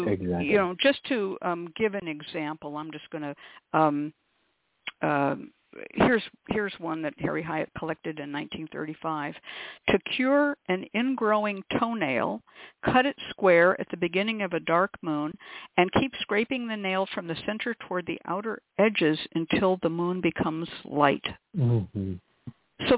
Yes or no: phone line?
yes